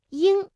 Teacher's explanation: 舌根迅速的抬起接近软腭，同时软腭下垂，打开鼻腔通道，气流从鼻腔流出，形成后鼻音嗯。那发音结束啊，舌根保持抬起的状态。另外像翁啊，先发韵腹哦，然后舌头后缩，软腭下降，用舌根抵住软腭，气流从鼻腔通过，归音到嗯，唇形始终是拢圆的。那说完了他们俩的发音，我们最后再来梳理一下和前鼻音有哪些区分啊。比如说铃，那对应的是音，那比如说我们读林啊，姓林的林，这个前鼻音呢，大家感觉到它的发音部位明显的靠前，那舌尖抵住上齿龈，安、恩、音，而后鼻音发音的时候部位靠后，昂、嗯、英、翁，口型大小也不太一样。比如前鼻音呢，口型相对比较扁、比较窄，比如音。哎，这个嘴唇微微张开就可以了。而发后鼻音的时候，相对来说要较圆、较开，比